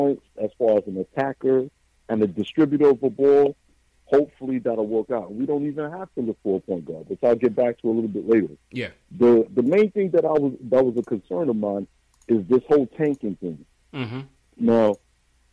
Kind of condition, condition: link, phone line